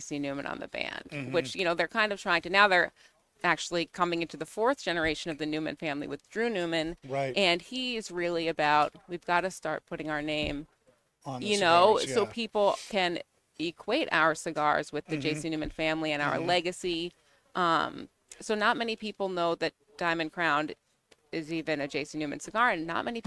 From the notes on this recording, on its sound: Recorded live at the 7-20-4 Lounge in Londonderry, NH.